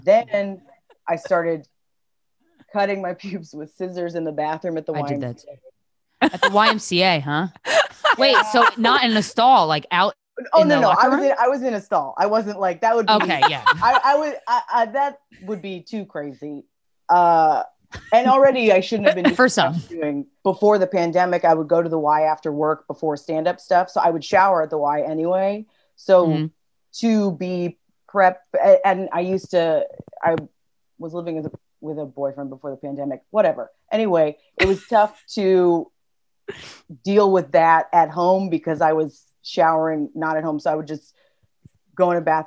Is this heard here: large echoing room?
no